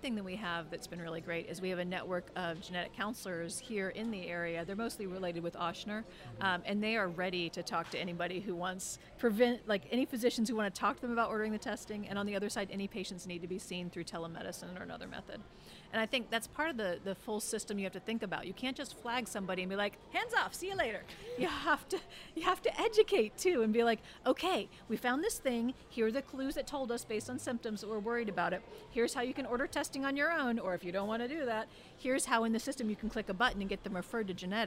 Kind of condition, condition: setting, busy venue